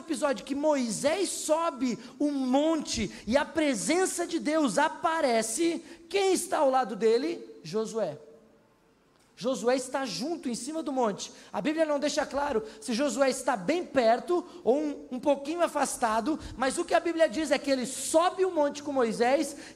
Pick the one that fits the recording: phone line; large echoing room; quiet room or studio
large echoing room